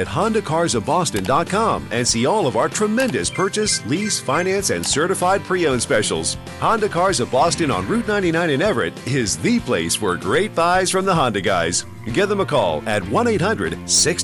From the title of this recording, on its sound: Broadcasting live from the AAA Travel Marketplace at Gillette Stadium 2017